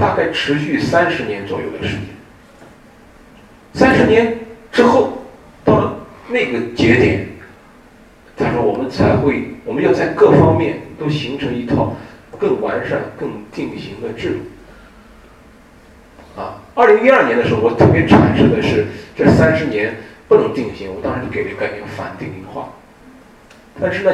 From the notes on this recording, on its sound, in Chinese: 本系列音频是由“复兴论坛”系列讲座录音整理而成